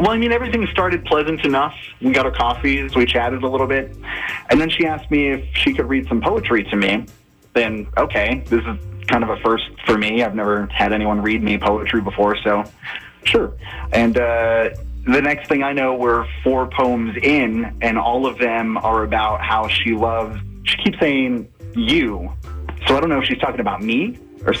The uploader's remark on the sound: On the phone.